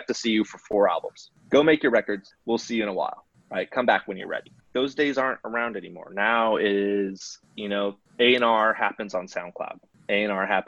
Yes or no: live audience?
no